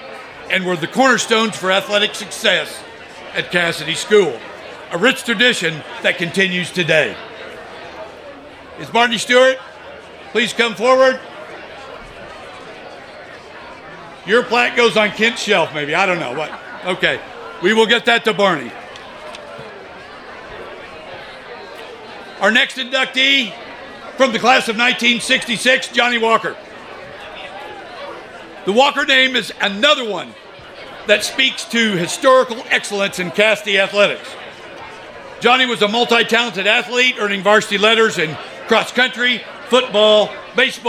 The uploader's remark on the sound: An audio recording of Casady School's 2022 Athletic Hall of Fame Induction, which took place on September 30, 2022.